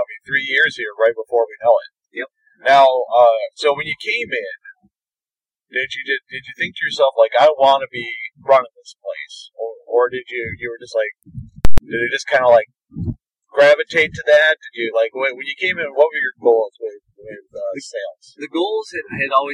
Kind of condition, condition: fault, poor sound quality